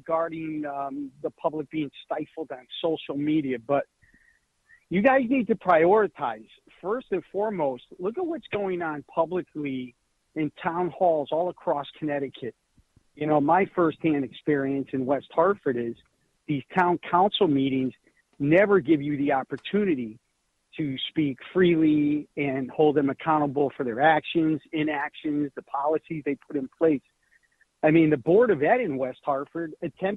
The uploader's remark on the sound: This hour is all RANTS, phone calls and fun!